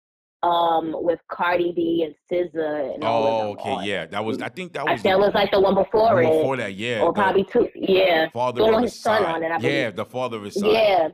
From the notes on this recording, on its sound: called into the show